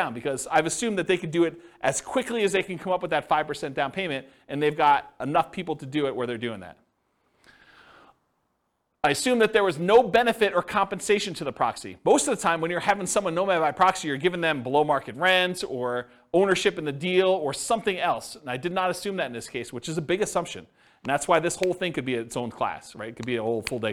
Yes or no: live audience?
yes